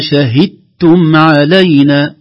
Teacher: إذا جاءت الدال ساكنة قبل التاء تدغم فيها دغاما كاملا حتى لا نسمع صوت للدال أبدا. لا نقول شهدتم، لا نقول شهدتم علينا.